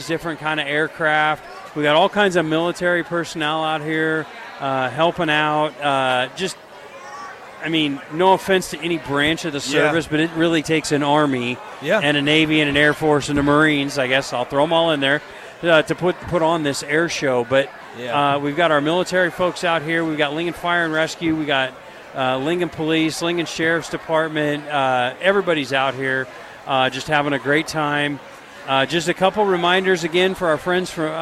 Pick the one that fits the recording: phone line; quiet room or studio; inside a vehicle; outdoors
outdoors